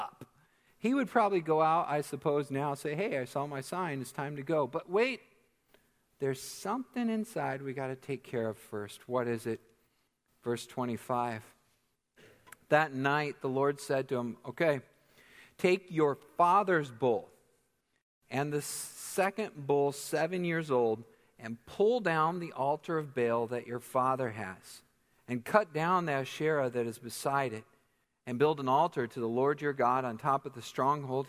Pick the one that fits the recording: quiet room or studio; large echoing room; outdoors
large echoing room